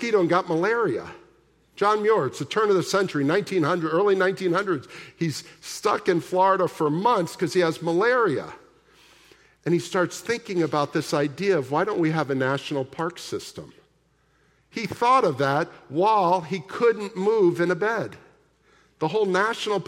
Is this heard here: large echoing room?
yes